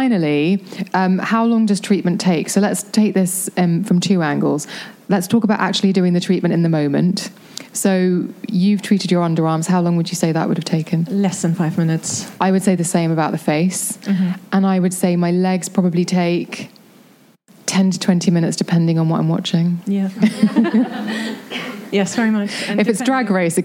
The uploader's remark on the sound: in front of a live audience